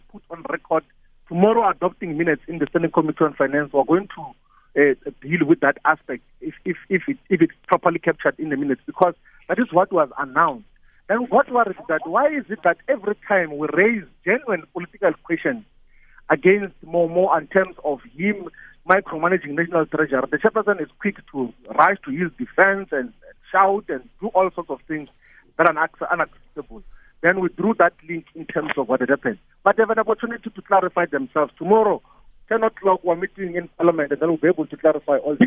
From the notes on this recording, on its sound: He now joins us on the line…. Guest(Phone).